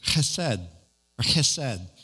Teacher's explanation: That KH is the guttural at the back of your throat that's got to come out.